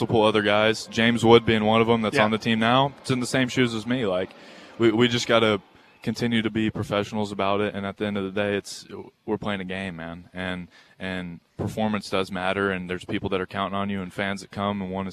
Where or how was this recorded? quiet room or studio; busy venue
busy venue